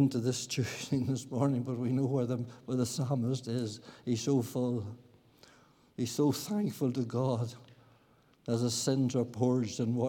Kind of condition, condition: setting, large echoing room